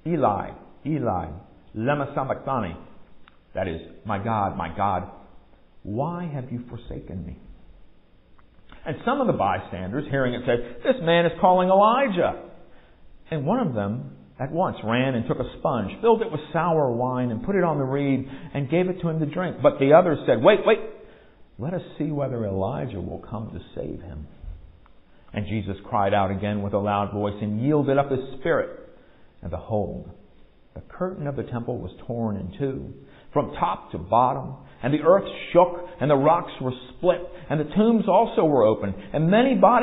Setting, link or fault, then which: setting, large echoing room